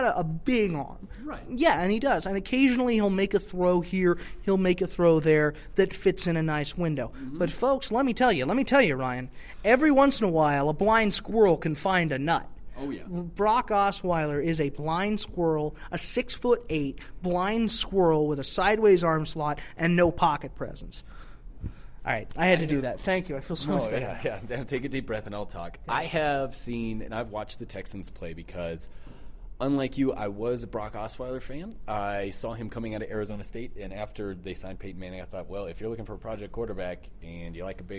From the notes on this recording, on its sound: come to you live from the bowels of the Pepsi Center